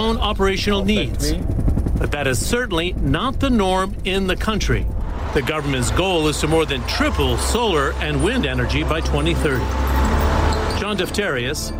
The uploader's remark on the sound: live from the New York Stock Exchange